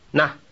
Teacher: The first word in this pair ends in a glottal stop.